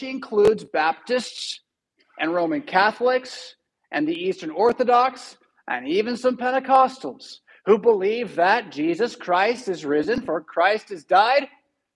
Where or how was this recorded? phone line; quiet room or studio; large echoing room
large echoing room